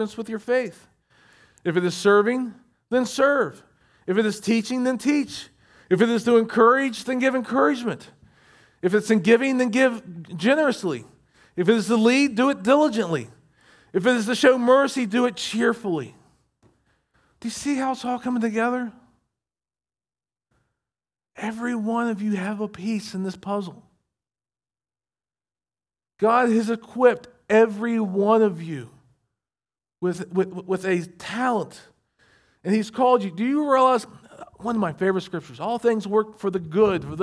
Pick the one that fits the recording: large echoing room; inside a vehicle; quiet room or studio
large echoing room